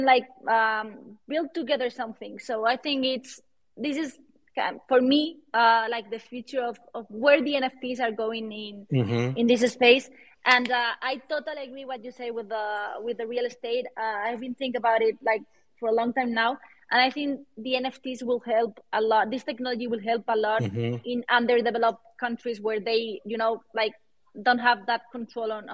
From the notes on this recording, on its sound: This episode of the podcast was recorded live on Friday, December 30th, 2022 via a Twitter Space.